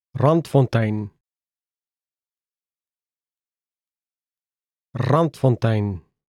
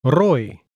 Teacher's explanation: This sounds a bit different from the English R. The Afrikaans R makes your tongue vibrate. It's pronounced more in the front of the mouth. The Afrikaans R sounds more like the Spanish R.